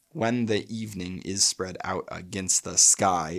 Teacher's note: it's starting and ending with a stressed syllable. And in between, there's alternating unstressed and stressed syllables.